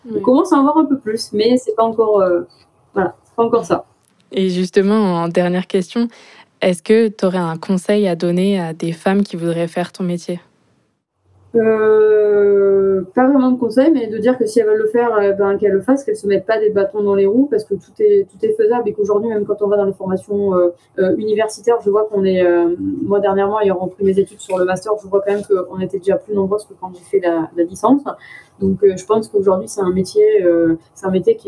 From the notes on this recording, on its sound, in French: On s'est donc donné rendez-vous en visio